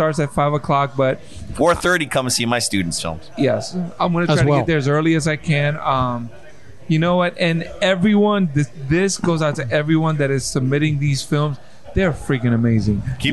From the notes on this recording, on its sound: podcasts live from Maloney's Pub in Matawan NJ